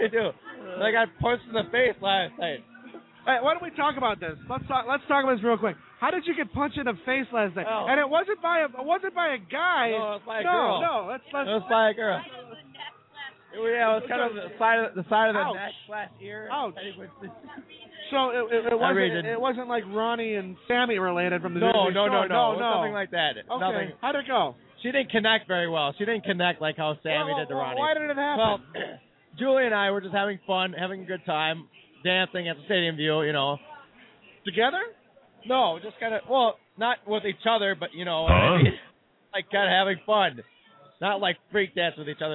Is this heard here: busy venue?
yes